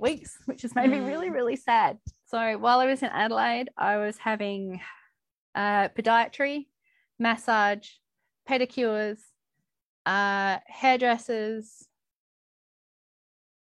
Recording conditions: video call